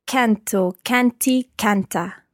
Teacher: Just watch the stress of canto, canti, canta, the stress on the first syllable there.